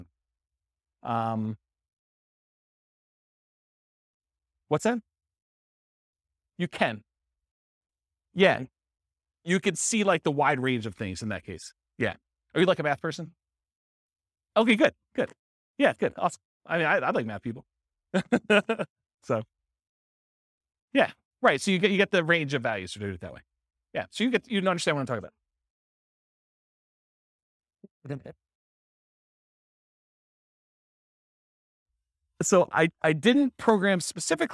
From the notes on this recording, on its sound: This was a live class recorded